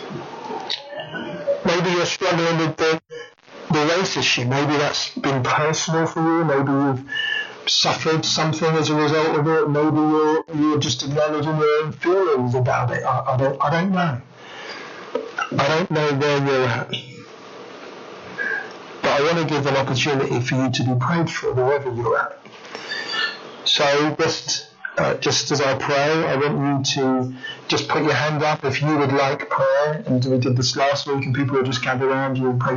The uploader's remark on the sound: Apologies for the sound quality today, we have trouble recording.